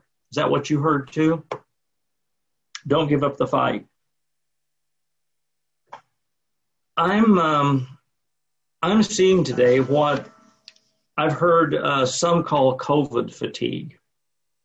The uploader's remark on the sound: Sunday morning service via Zoom